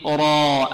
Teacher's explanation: الراء ماذا حكمها هنا؟ التفخيم. لماذا؟ لأنها مفتوحة